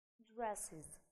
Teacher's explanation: Окончание es будет у нас произноситься как is.